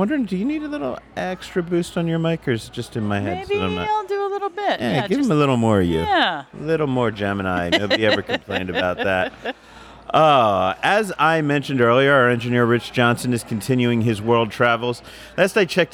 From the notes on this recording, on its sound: recorded this episode at Little Avalon, the coastal cuisine casual joint in Village Square, the shopping complex at West Sahara & Fort Apache